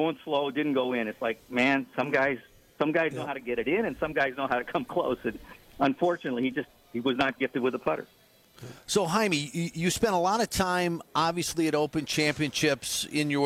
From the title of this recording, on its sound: Live From PGA TOUR Superstore